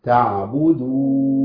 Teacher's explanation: يبقى لازم ابين النون وما ازودش زمنها